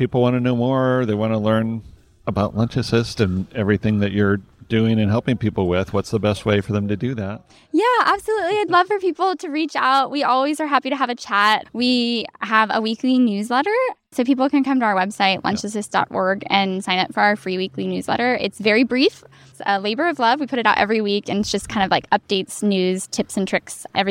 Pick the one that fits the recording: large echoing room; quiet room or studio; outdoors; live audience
outdoors